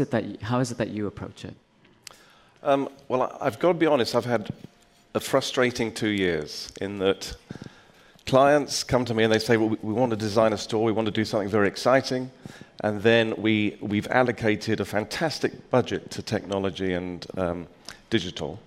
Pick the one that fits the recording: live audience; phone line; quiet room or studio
live audience